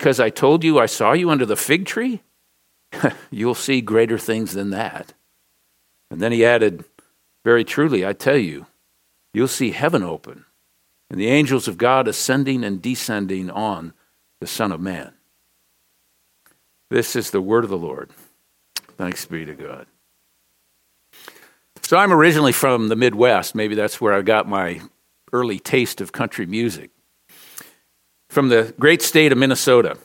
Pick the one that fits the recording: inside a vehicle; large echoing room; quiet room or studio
large echoing room